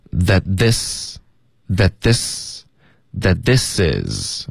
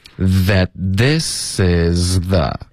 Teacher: 我们连续四个音节出现三个 z 的音，所以记得要咬舌尖